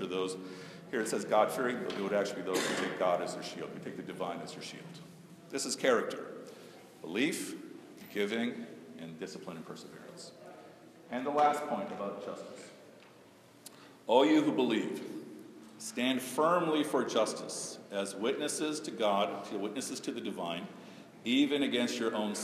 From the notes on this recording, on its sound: A brief talk at Oak Park Temple to an audience of Muslims and Jews.